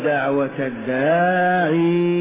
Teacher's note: وحذفت الياء للتخفيف لأن القرآن يتلى آناء الليل وأطراف النهار